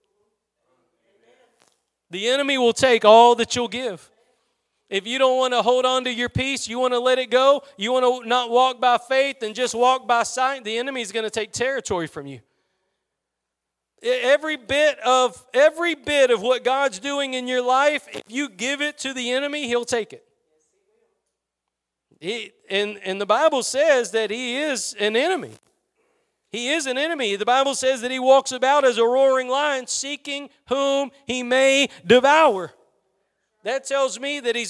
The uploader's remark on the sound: Preached at Gospel Lighthouse in Bossier City, La.